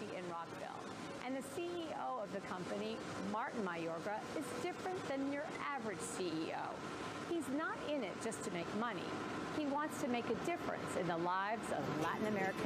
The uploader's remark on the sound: Earth Day Live From COP26.